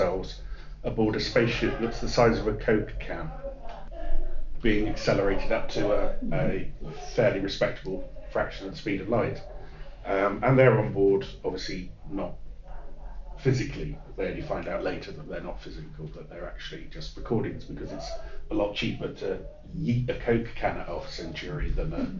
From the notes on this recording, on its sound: Recorded at Bristol Con 2021. Recorded at Bristol Con 2021.